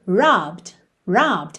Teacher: O final dele é ed, mas o é não é pronunciado